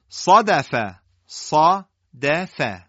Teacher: شما صاد میبینید درشته، دال و فا استفال دارن، حالت ترقیق دارن، نازک ادا میشن. تفخیم در صاد مشخصه، ترقیق در دال و فا در کلمه صادفه معلومه